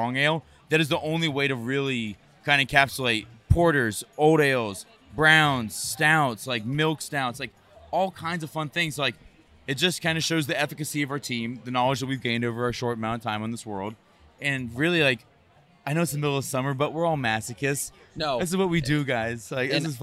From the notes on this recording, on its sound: Head to Monday Night Brewing’s Tie One On 8 Year Anniversary party and record live at the event!